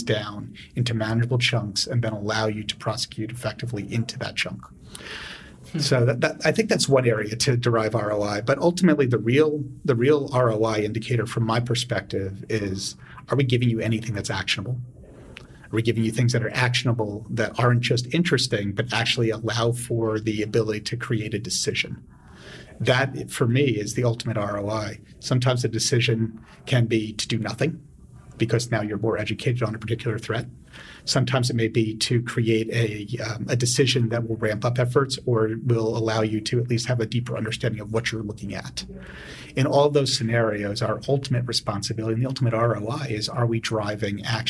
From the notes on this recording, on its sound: at Recorded Future’s RFUN: Predict 2019 conference in Washington, D.